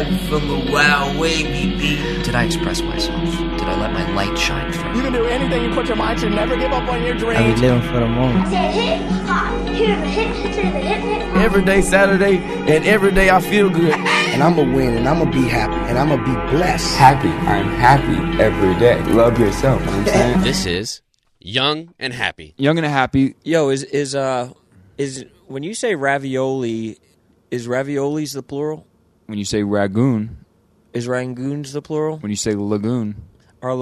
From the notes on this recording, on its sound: live from a Las Vegas desert